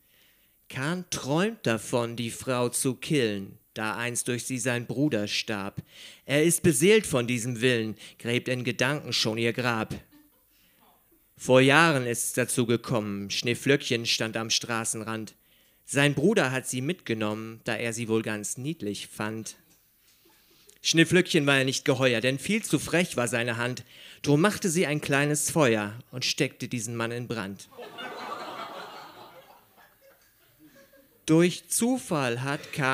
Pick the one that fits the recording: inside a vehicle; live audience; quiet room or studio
live audience